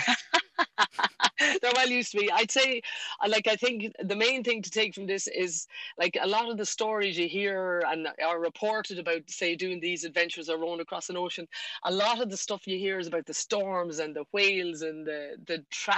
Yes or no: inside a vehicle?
yes